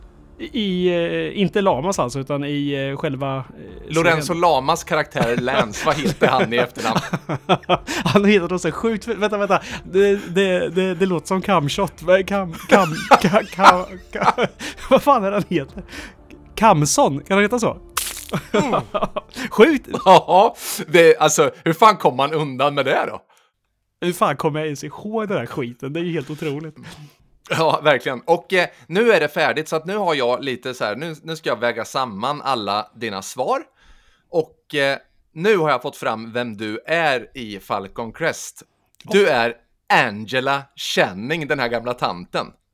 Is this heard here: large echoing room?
no